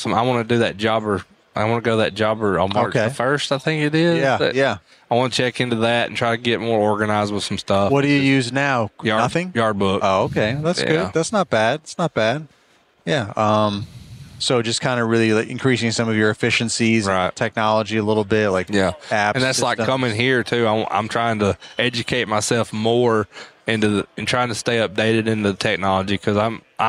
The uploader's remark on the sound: This was the first episode from Synkd LIVE in Atlanta, recorded from Pod-Row.